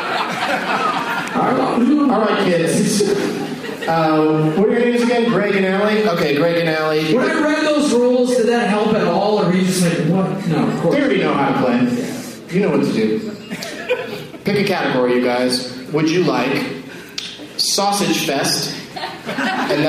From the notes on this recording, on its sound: against audience members at The Improv in Ontario, California